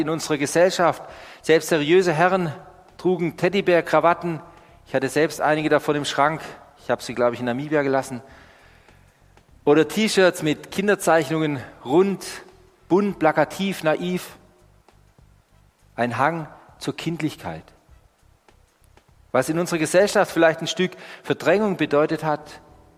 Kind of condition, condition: setting, large echoing room